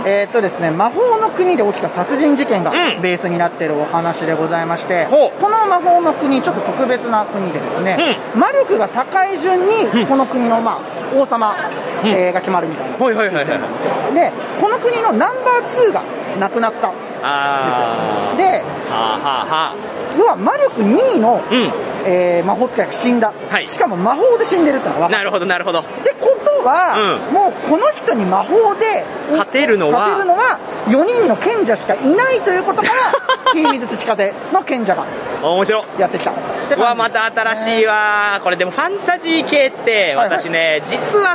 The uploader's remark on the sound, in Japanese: ゲームマーケット2022春！会場インタビュースペシャル。録ってきました会場インタビュー49音源！！会場収録のため、騒音雑音が激しく入っております。